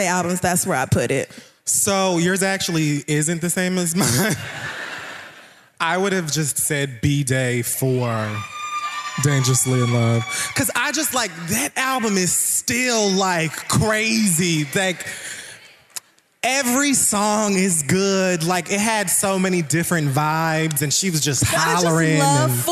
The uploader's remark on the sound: The Read Live! Washington D.C.